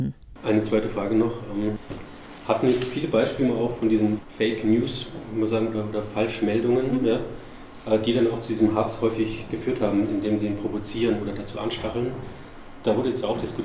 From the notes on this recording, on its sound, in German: Auszüge aus dem Vortrag. Auf Einladung der Grünen Bildungswerkstatt OÖ in Attnang Puchheim hielt.